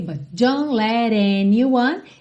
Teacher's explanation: Percebe que esse T do don't a gente nem ouve